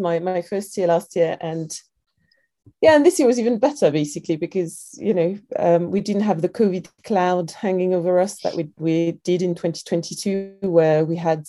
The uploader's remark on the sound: sit down (virtually)